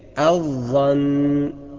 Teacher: الظن بإدغام اللام في الظاء، ما بقولش الظن.